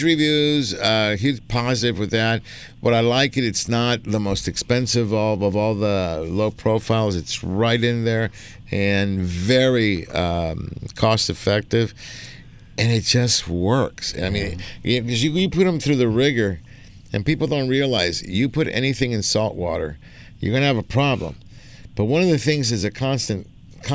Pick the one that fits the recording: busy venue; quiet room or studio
busy venue